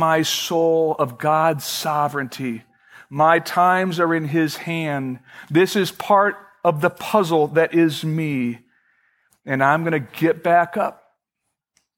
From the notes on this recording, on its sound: Originally recorded May 6, 2012, at Fellowship Missionary Church, Fort Wayne, IN.